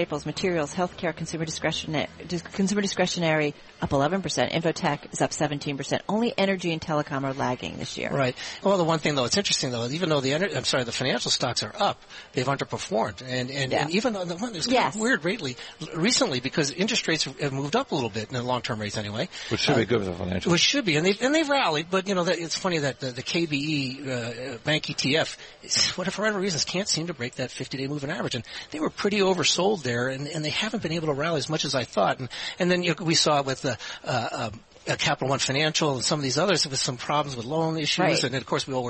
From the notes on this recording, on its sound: from the Greater Boston Chamber of Commerce Annual Meeting